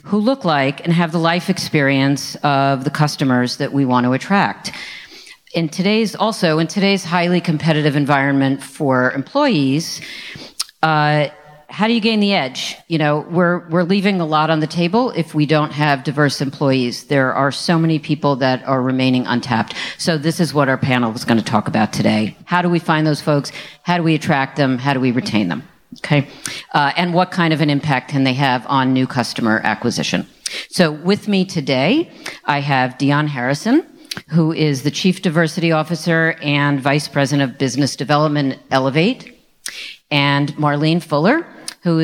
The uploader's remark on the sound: This recording is from Fintech Nexus USA (formerly known as LendIt Fintech USA) held at the Javits Center in New York City.